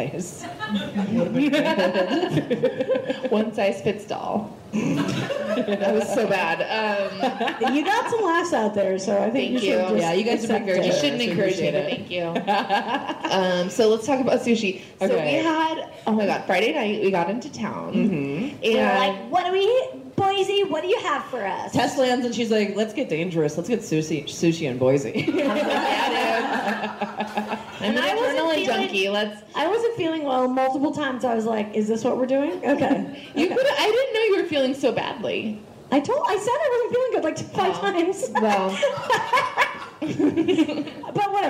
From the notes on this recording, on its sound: Live From Boise! This week, the ladies are coming at you LIVE from Boise, Idaho!